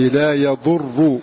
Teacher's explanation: والضم على إتباع الضم الضم، لا يضركم قال أتبع ضمة الراء ضمة الضاد